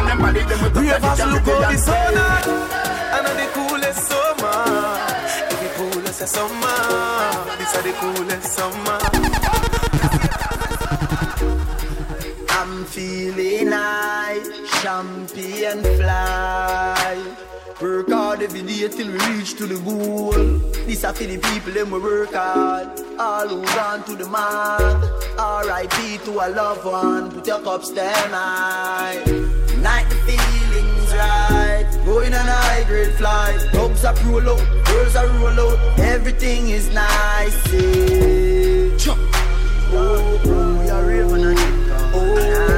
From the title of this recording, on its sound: LIVE AT ISLAND SATURDAYS ON OCTOBER 8TH